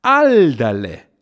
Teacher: Alderle, also von oben nach unten betont